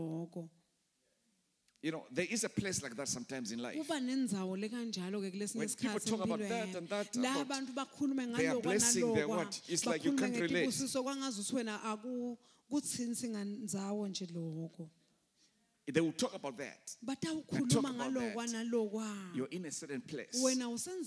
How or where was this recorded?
live audience